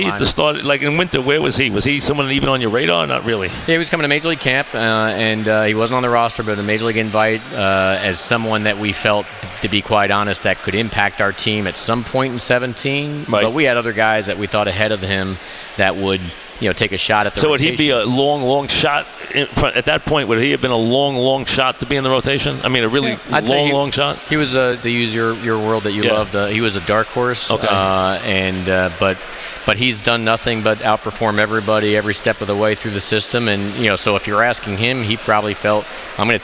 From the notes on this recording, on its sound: live at Grand Central Teriminal